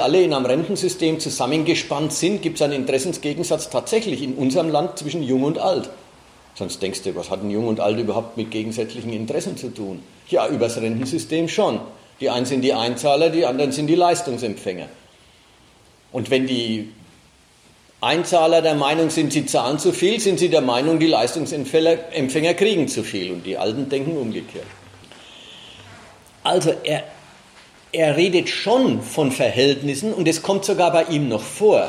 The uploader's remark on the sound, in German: Mitschnitt eines Vortrages